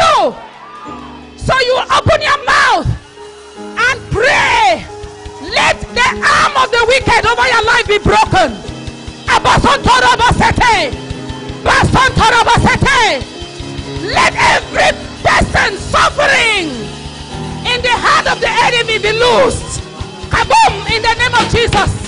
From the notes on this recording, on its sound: Gospel Music at Women for Jesus Conference